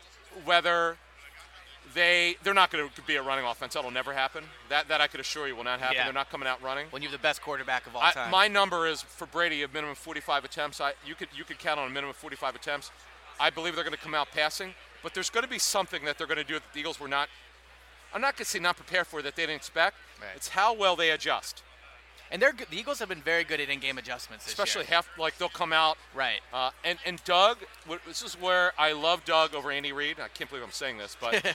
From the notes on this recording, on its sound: Day 2 from Radio Row at the Super Bowl.